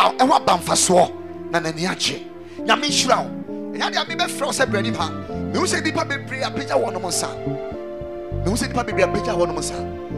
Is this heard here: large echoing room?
yes